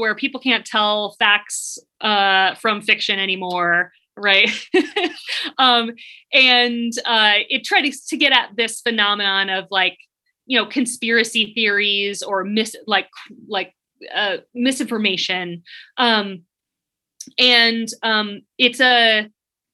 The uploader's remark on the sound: This episode is taken from a March 23, 2021 virtual event celebrating the new book.